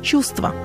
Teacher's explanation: в труднопроизносимых сочетаниях звуков один из них может выпасть, как в слове «чувство», в котором утрачивается звук «в», и мы говорим «чувство».